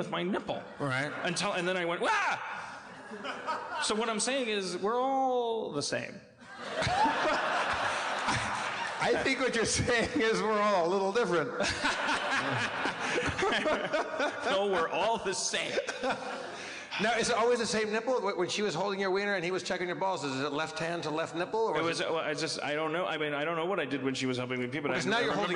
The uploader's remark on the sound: LIVE in San Diego 2016 (During A Comic Book Convention)